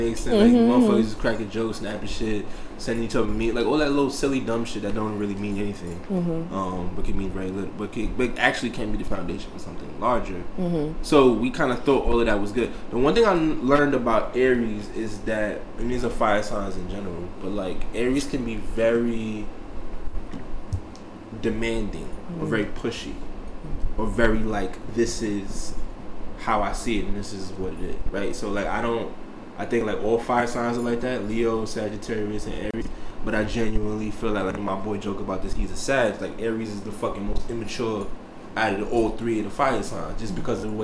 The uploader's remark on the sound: Beware of fluctuating audio levels.